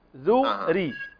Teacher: إذا ضميت الذال اكسر الراء مع ترقيقها